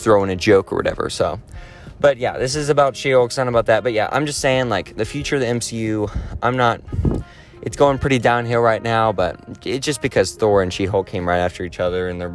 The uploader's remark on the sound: while walking down a trail